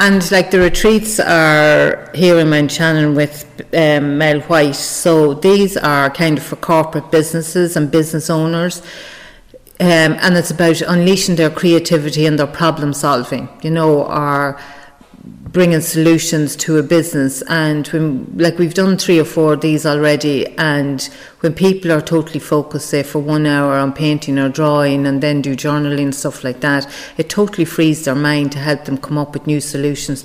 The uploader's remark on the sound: At the Berry tree Cafe Mountshannon. Broadcast live from the Derg.